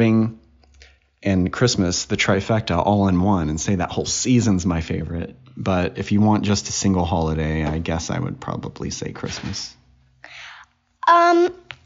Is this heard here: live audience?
no